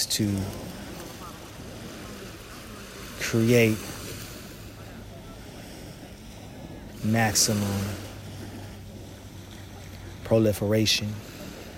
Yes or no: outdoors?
yes